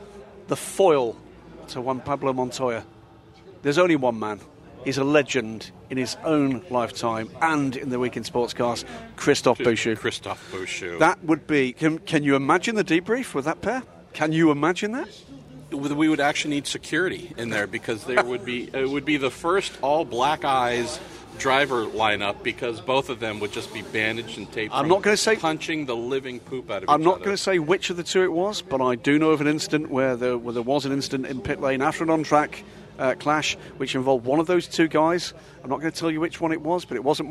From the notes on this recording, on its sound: recorded at Sebring